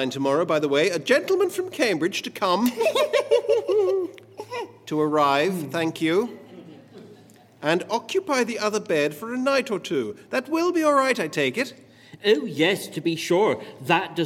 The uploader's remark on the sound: Recorded live before an audience at Colchester Arts Centre, 17 December 2021.